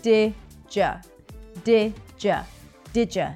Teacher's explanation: Did you, when we say it fast in a sentence, turns into did ya. · Term: reductions